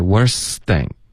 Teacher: Worse 的丝的音丢了，所以你说 worth thing.应该是 worst thing.